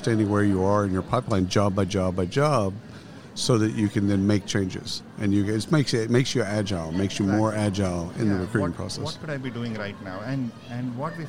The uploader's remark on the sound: Live from SHRM 2022